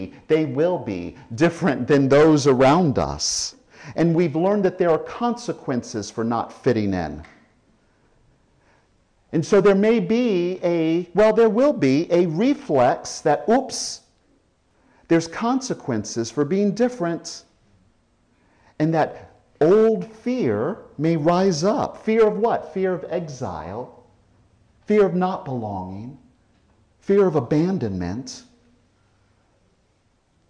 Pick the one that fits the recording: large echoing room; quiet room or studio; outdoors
large echoing room